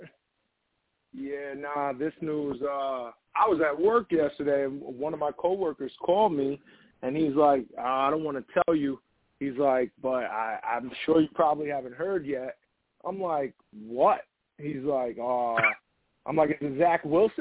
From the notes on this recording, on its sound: I take live callers as well!